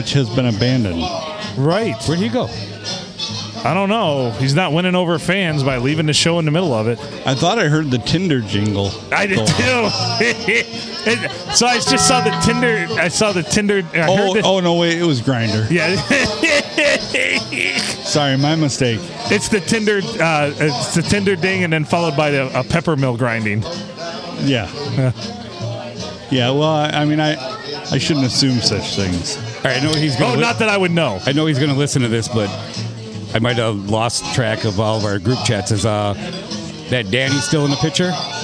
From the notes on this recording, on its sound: Recorded at the Blue Water Sports Bar in downtown Port Sanilac, right near the main 4 corners, which is a 4 way stop.